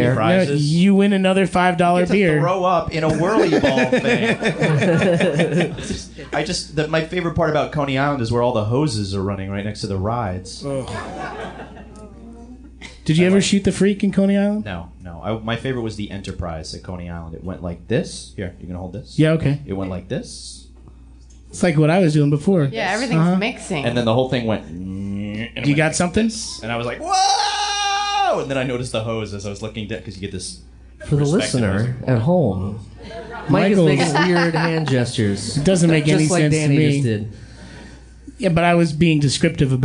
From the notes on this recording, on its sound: Mini-tour in Chicago. The lovely Lincoln Hall in Chicago is the setting for this LIVE episode.